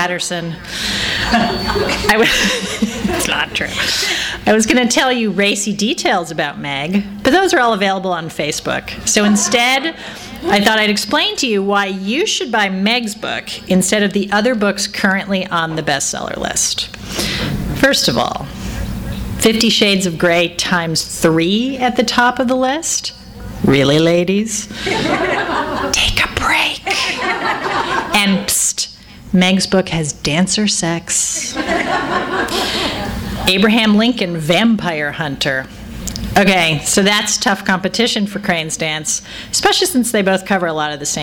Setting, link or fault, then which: setting, live audience